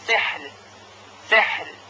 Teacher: قبل از را ساکن ها قرار داره که اون هم ساکن هست و قبل از ها کسره وجود داره، در اینجا حرف را ترقیق میشه